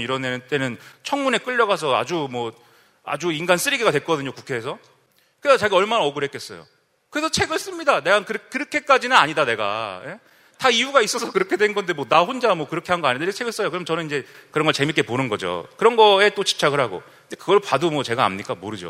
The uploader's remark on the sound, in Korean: 300회특집 공개방송